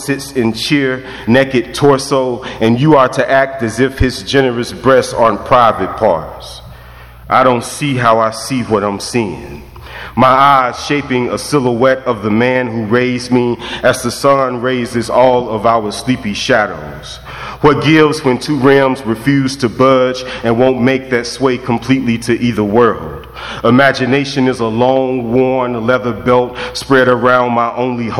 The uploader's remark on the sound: In residency at Vermont Studio Center. This recording blends two readings he did during his stay at VSC: the first, in the Mason House library, serves as a quiet introduction or segue into his second public reading in the Lecture Hall.